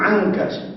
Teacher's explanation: وهي نون ساكنة غير ظاهرة تخرج من الخيشوم فقط · Term: النون الخفيفة